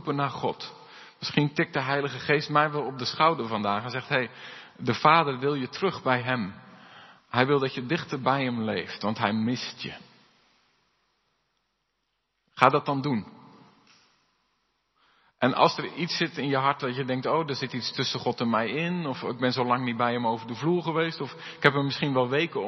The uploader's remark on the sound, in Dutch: De preek is op 22 mei opgenomen in De Hoeksteen in Haren